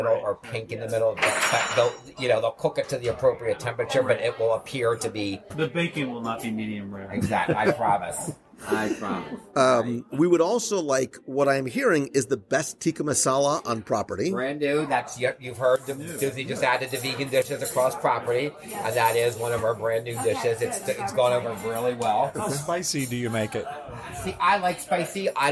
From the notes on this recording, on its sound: At the table in The Wave of American Flavors at Disney’s Contemporary Resort for a LIVE dining review. We sit down for lunch.